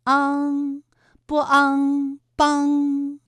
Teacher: 马帮的帮字也是一个后鼻音，韵母是昂